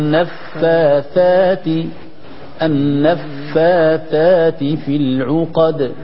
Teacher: ومن شر النفاثات، النفاثات في العقد، الغنة في النون، النفاثات والفاء بهمسها حتى تكاد تكون متفشية